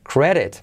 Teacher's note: A credit, fijaos la R que genera una U, credit, y la D de credit es una R suave